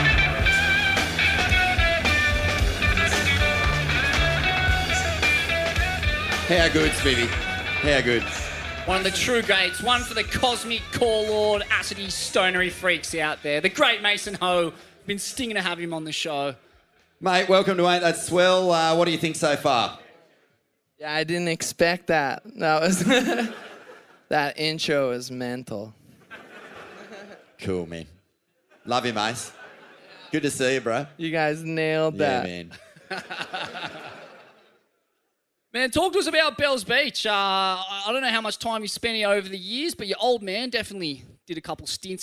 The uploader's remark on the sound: Retirement Party LIVE from Torquay